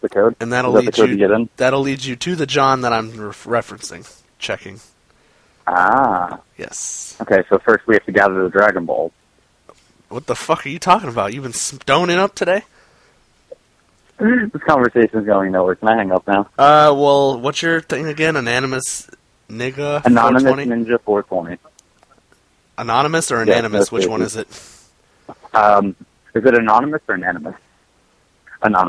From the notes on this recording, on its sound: Personal Prank Phone Calls Collection.